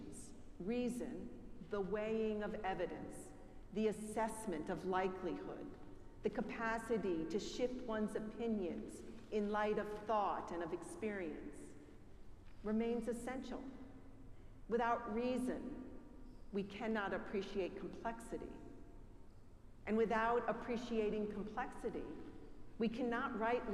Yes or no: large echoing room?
yes